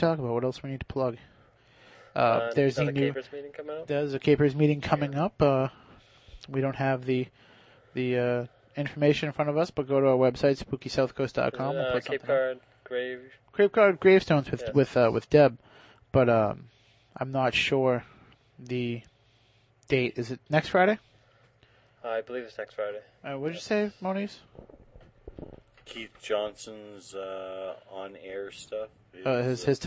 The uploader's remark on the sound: backyard with some burgers, beers, and a couple of microphones.